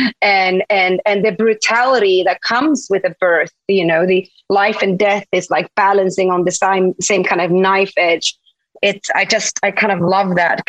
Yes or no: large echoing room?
no